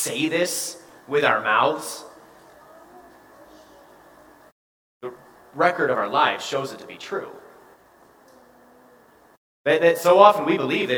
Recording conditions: large echoing room